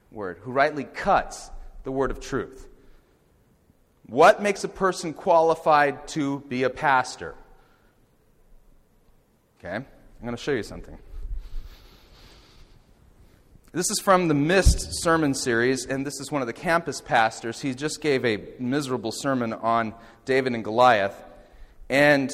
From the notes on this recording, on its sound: Audio from the Lecture Delivered in Elk River, MN on September 9th, 2011